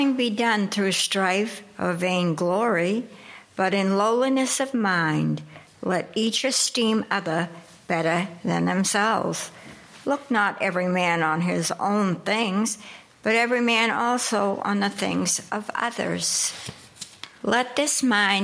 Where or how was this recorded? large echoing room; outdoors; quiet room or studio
large echoing room